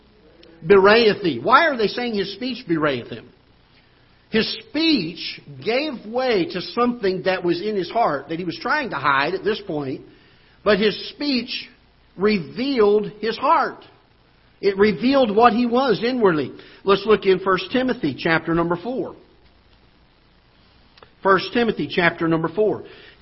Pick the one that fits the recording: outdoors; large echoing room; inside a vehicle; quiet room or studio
large echoing room